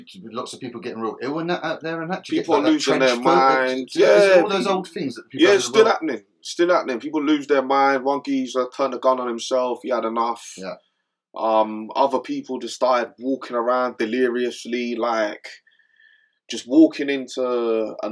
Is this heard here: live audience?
no